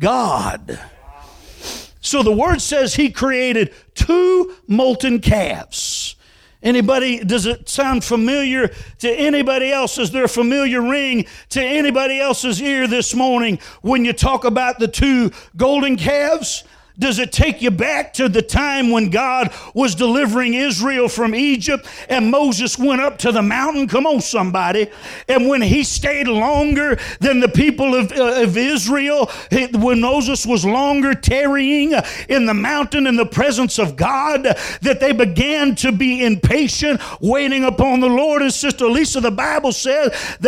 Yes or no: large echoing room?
yes